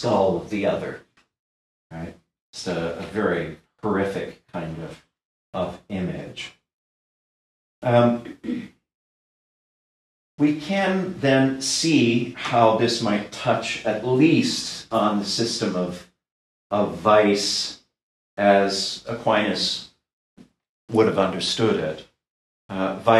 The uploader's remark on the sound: This lecture was given at Georgetown University on October 20, 2022.